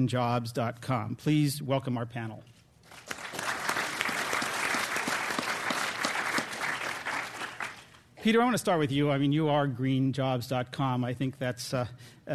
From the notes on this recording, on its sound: This program was recorded in front of a live audience at The Commonwealth Club on January 26, 2009